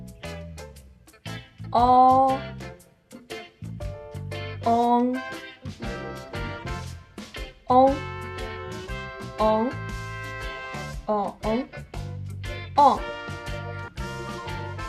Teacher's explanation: En comparación con la O original, la boca se abre un poco menos y el sonido es más corto. · Term: vocal nasal trasera